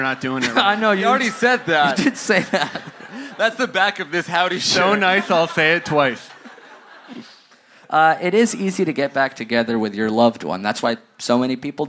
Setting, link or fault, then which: setting, live audience